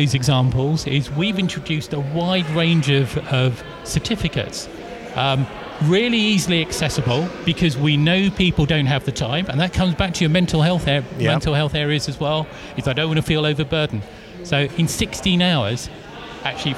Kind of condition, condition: setting, busy venue